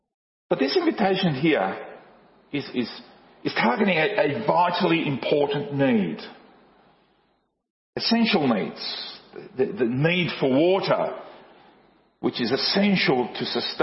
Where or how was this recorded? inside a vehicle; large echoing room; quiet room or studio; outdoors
large echoing room